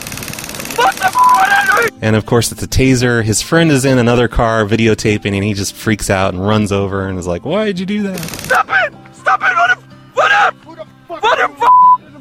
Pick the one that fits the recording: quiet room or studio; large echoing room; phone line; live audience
phone line